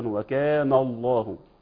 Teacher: وكان الله كثير أيضا يفخم النون وهي في الأصل مرققة